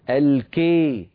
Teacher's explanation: أخي تلاوتك جيدة، لكن انتبه الك، فمهل الك، ك هذه إمالة صغرى يا أخي الكريم، أنت قلت فمهل الكافرين، الك هذه إمالة كبرى، وعلامتها أن الصوت يكون بين الألف والياء تماما